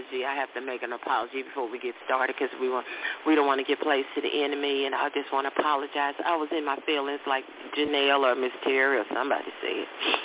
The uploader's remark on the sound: your phone calls